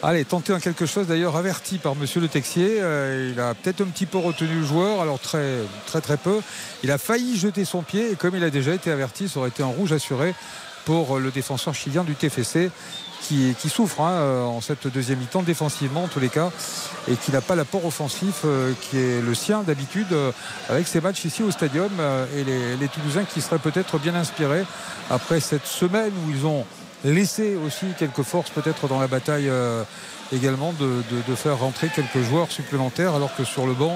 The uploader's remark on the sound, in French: Trois heures de direct. En direct du Stadium.